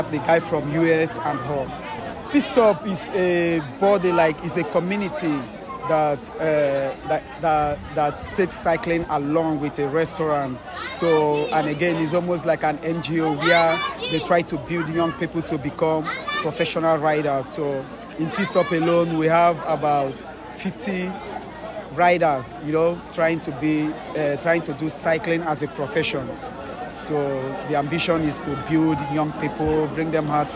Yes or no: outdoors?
yes